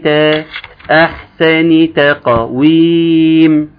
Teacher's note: لقد الدال، ثم خلقنا القلقلة القاف، ثم تقى خد بالك هيطلع ايه تقويم بالطاء، في ثاني تقويم، ليه؟ القاف عالية ومفخمة، تقوم تسحب التاء معها. احنا عاوزينها التاء مرققة خالص، تاء في أحسن تاء أحسن تقويم.